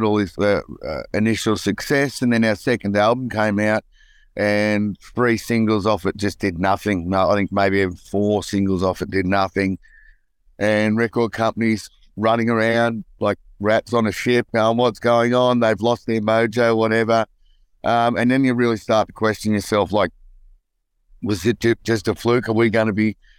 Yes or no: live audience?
no